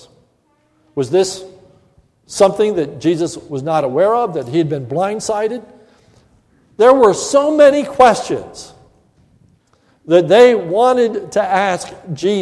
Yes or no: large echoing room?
yes